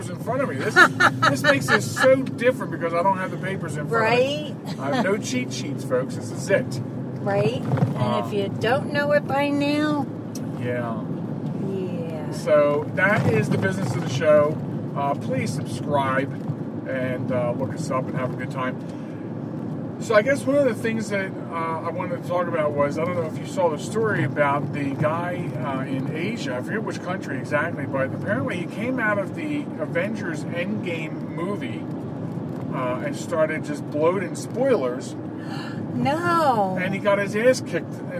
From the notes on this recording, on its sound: Portions of the program are recorded in transit